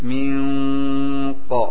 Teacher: menghadapi qaf, berarti dibaca tebal